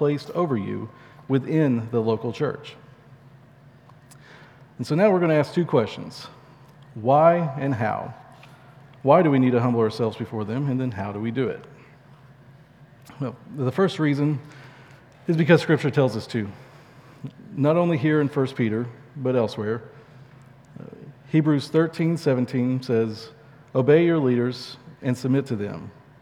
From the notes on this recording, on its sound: at Chaffee Crossing Baptist Church in Barling, AR